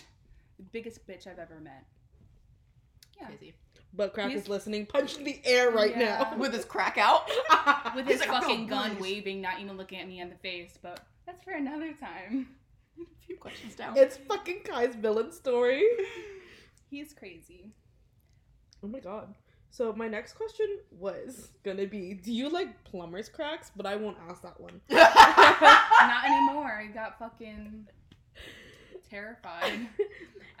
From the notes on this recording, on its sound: We are still figuring out our audio situation so bear with us.